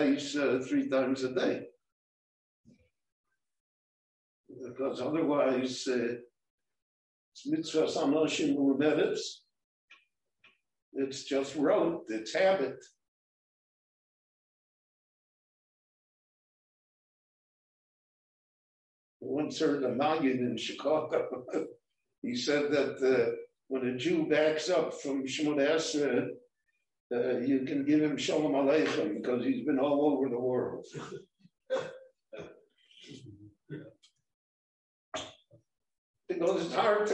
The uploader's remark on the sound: This short Dvar torah was recorded LIVE in Jerusalem at Beit Knesset HaNassi